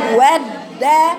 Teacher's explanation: بقف على الدال ساكنه بقطع صوتها واروح فتحاها